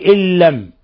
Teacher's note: نون ساكنة جاء بعدها اللام إضغام بغير غنة